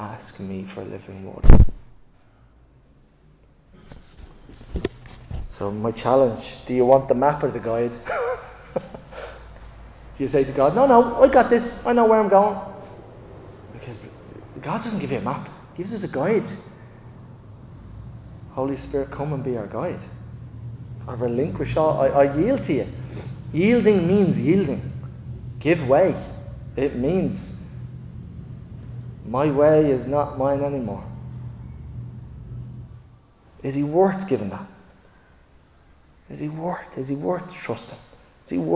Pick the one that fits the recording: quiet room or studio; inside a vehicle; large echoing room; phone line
large echoing room